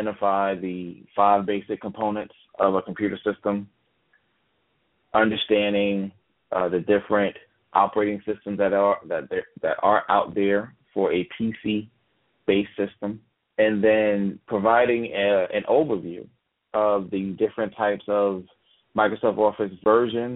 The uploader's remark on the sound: Live Talk is a TABRadio broadcast call-in show where you the listener can ask questions about technology and computers.